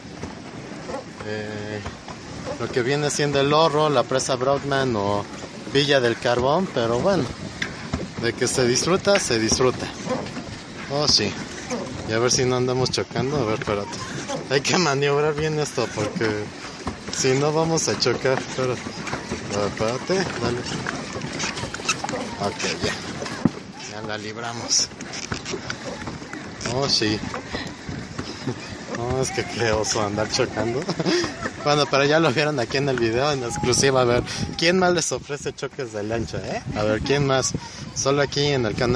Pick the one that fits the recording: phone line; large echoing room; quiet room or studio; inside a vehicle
inside a vehicle